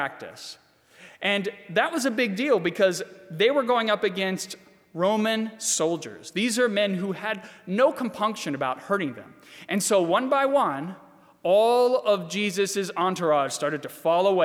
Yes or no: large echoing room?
yes